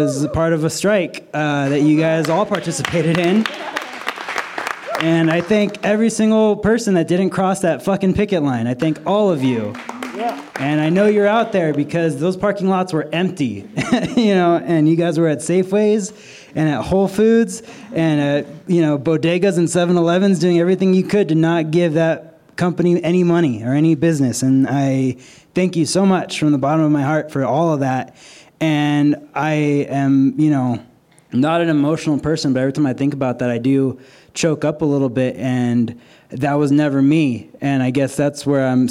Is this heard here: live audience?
yes